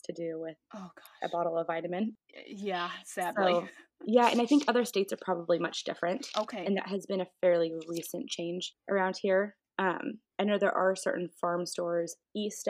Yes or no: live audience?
no